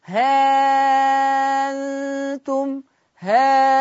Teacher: الإبدال ألف مع الإشباع · همد ست حركات ومنساش غنة النون